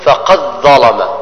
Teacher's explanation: الدال ساكنة جاء بعدها حرف الظاء بتري عديس إدغام، تدغم الذال الدال تدغم في الظاء